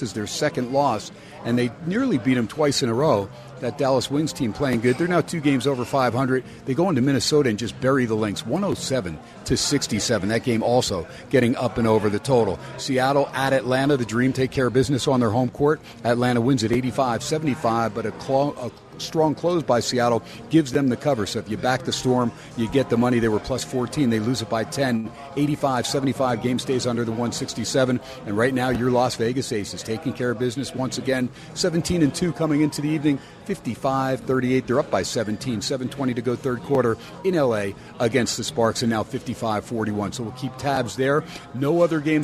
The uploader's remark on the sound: "Live" from #SteinersPub in #LasVegas